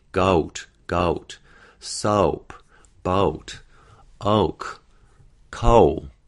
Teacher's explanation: And in Mandarin English, it's going to be the same kind of unrounded beginning and a rounded ending. · Term: O diphthong